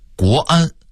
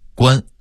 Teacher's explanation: 北京话说快了会变成了一个字关 · Shown in: second take · Term: 吞字